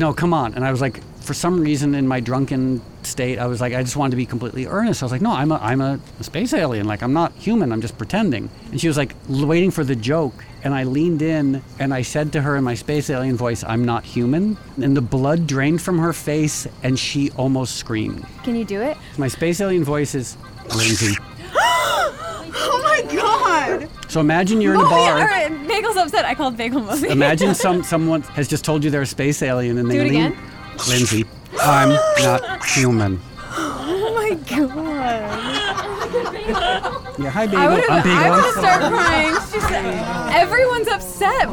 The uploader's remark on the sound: Recorded in front of a live audience.